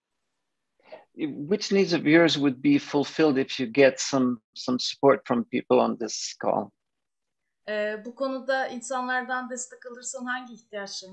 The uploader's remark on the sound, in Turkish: Zoom üzerinde.